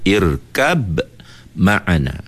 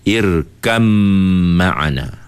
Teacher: Jadi bila mim, bila ba bertemu dengan mim, kita tak perlu baca huruf ba. · Shown in: second take · Term: idgham al-mutajanisain